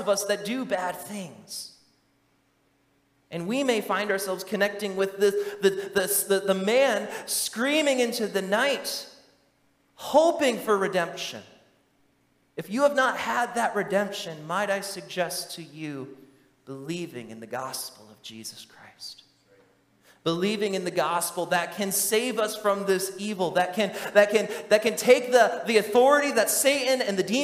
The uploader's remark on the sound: during the Morning Worship Service on Sunday, November 26, 2023, at Calvary Baptist Church in Battle Creek, Michigan